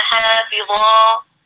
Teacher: هنا عندنا الالف مفخم تابع لما قبله